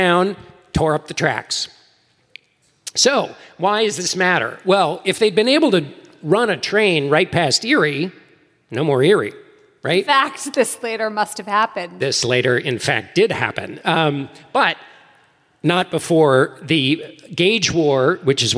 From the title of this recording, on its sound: Live in Washington D.C.